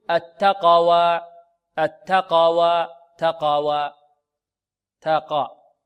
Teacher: إمالة القلقلة إلى الفتح، وإعطاء القاف مرتبة أقل من مرتبتها في التفخيم، أو أنهم يأتون بالتفخيم في القاف ضعيفا.